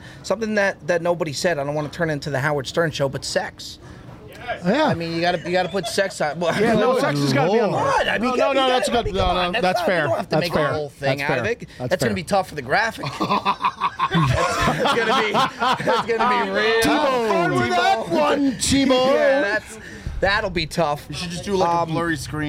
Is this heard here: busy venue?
yes